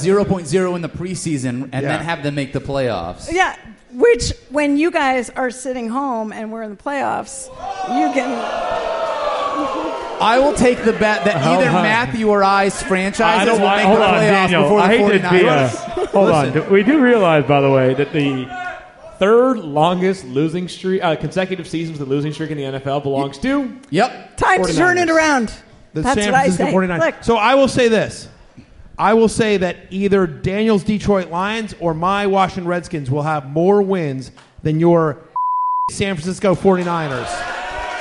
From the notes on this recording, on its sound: The crew comes to you live from The Hard Rock Cafe in Times Square. Audience Q&A.